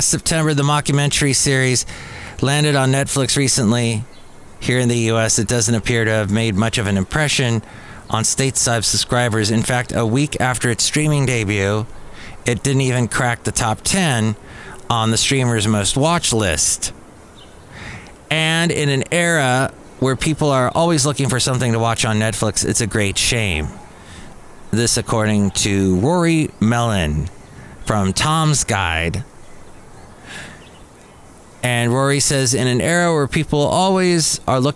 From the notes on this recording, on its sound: podcasts live from Cafe Anyway